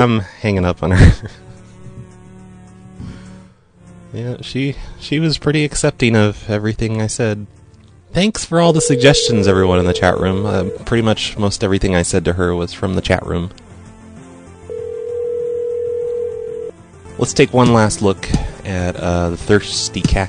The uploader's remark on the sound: Prank Phone Calls.